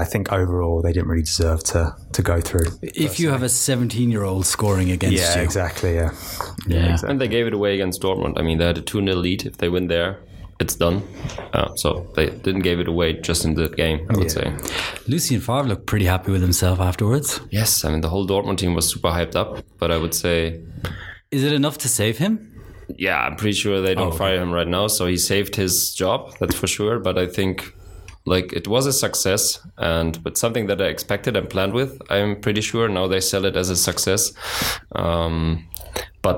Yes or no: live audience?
no